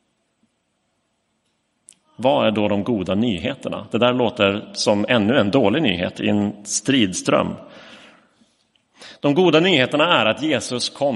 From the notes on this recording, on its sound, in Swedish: Inspelad i Roseniuskyrkan den 4 december 2022